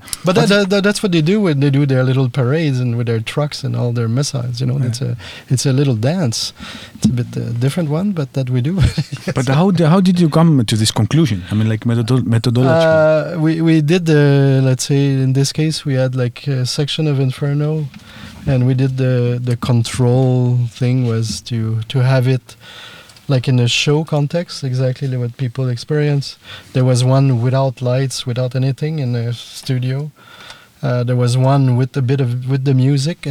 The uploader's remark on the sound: The conversation takes place in a small van behind Rakvere Theatre at the Baltoscandal’22 festival.